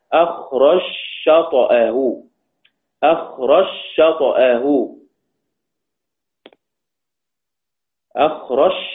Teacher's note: ومن قبل أخرج شطأه، ومن قبل أخرج شطأه، يعني أخرج شطأه، يعني كان في قوله تعالى أخرج شطأه فآزره في سورة، في سورة الفتح، في آخر سورة الفتح، أخرج شطأه، أخرج شطأه، أخرج، أين ذهبت الجيم وأدغمت في الشين، ننطق الشين مشددة ونحذف حرف الجيم